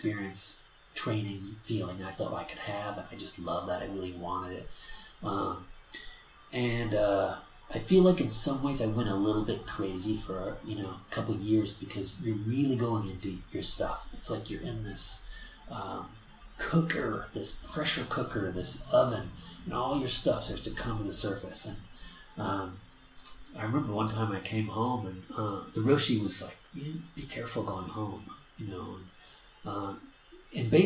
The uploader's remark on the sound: forgive the background noise that is heard throughout this.